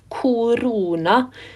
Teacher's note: med dobbel lang lukka o